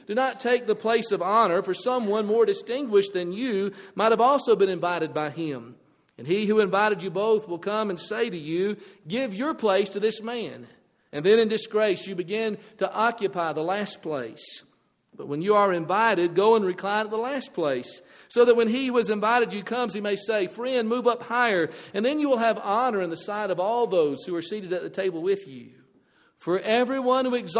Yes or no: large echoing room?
yes